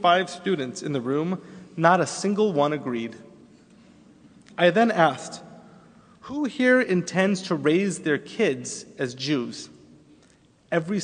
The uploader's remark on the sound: Delivered on Erev Rosh Hashanah at Temple Emanu-El on 9-28-11